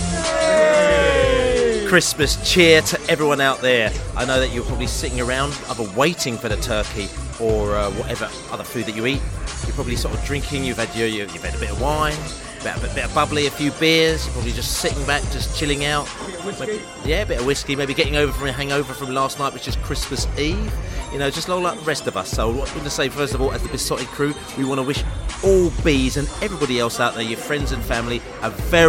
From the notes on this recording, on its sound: live and direct from The George IV pub in Chiswick